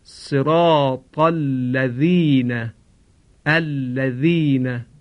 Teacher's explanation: مراقب باشند که حرف ذال رو مانند زای فارسی تلفظ نکنند · حرف ذال از تماس سر زبان با سر دندانهای پیشین بالا تلفظ میشه، فلذا باید بگیم صراط الذین.